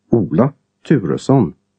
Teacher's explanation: Long O and long U have extreme lip rounding, causing a W-like end phase